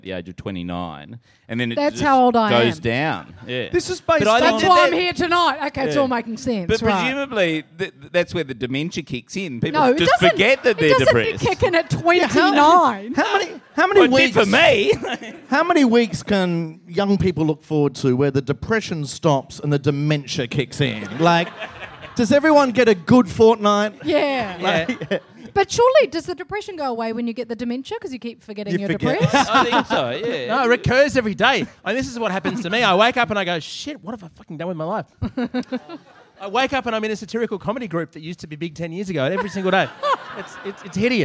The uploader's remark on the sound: Back at the pub